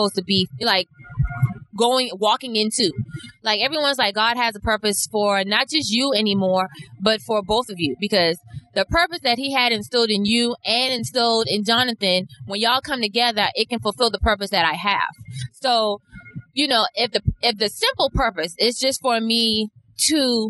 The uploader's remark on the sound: In the car through the rain going back to Atlanta.